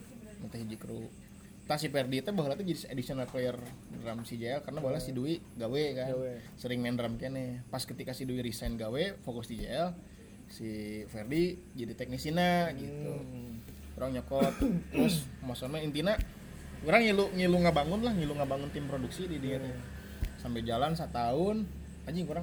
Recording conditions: background noise